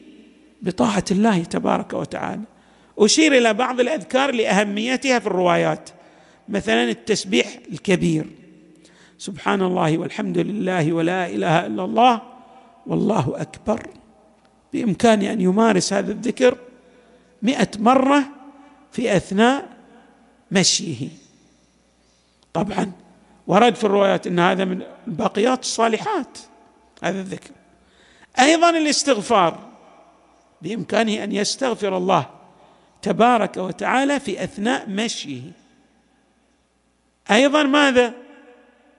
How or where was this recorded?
large echoing room